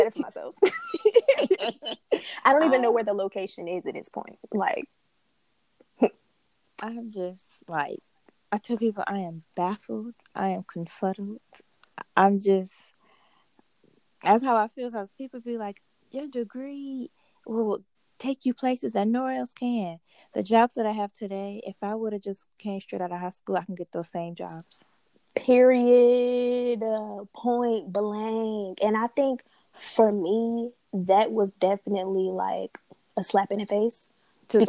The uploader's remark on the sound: This episode is long & choppy because we ran into some technical difficulties.